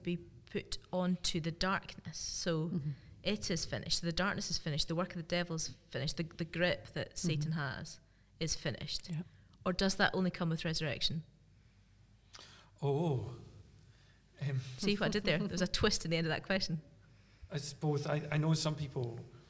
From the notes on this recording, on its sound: This episode was recorded in Aberfeldy Church of Scotland